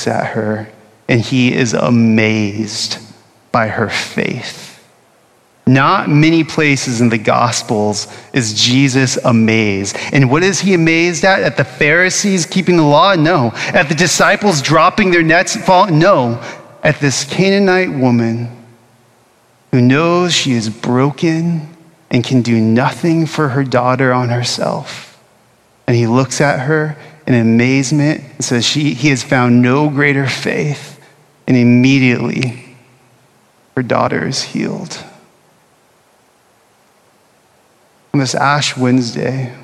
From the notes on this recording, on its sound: Originally preached at Bethany Lutheran Church in Austin, Texas on Ash Wednesday of 2024.